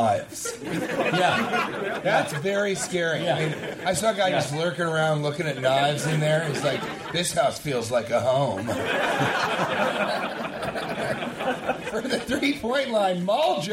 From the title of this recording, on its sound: Live from Edmonton!